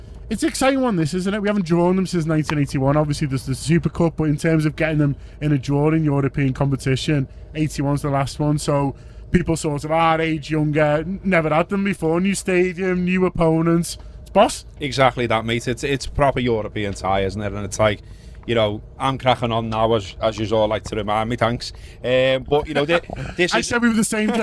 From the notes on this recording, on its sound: This is a short preview for Under The Lights, recorded from a train to Munich.